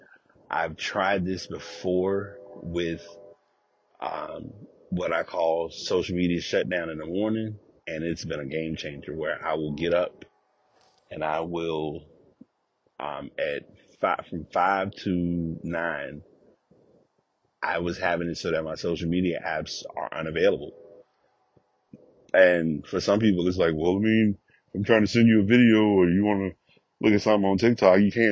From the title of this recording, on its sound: Walk Recording